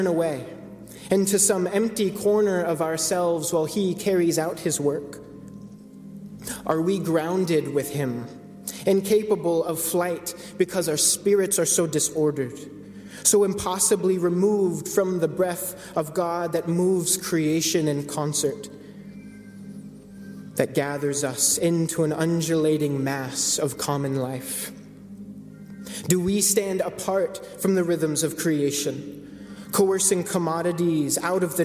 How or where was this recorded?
large echoing room